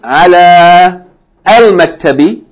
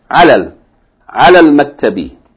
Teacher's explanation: And second thing, ala, the long vowel, because it's followed by hamzatul wasl and a sukoon, then we're not going to pronounce it long · Shown in: second take · So we're going to say alal.